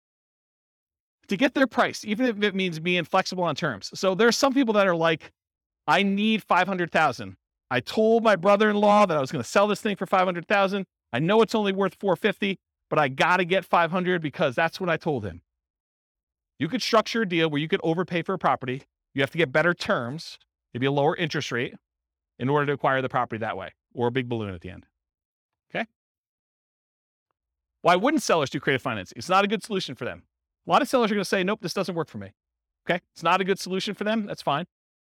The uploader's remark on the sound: In Lansing, Michigan. This was a live class recorded to give investors a solid qualitative overview of all the different real estate investing strategies.